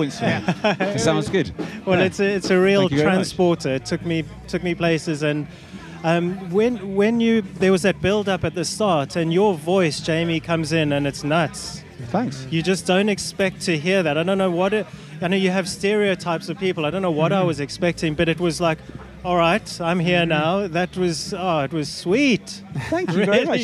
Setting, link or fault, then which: setting, busy venue